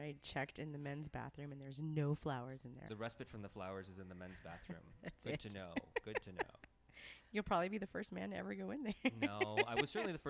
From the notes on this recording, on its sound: record this week from the Chantilly Tea Room